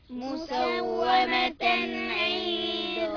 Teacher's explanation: مسومة عند تنوين بعد عين حكمه إظهار حلقي